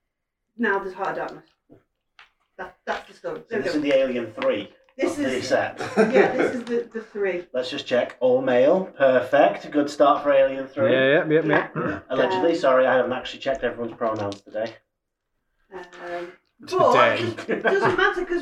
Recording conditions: poor sound quality